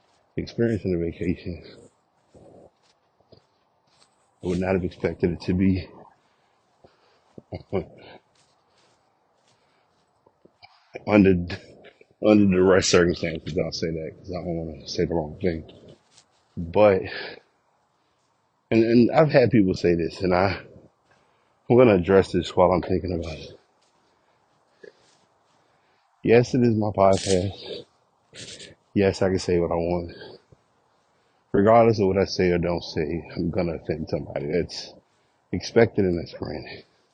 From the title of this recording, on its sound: Walk Recording